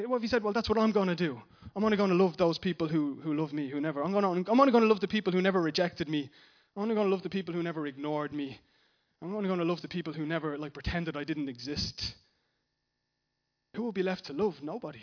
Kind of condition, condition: setting, large echoing room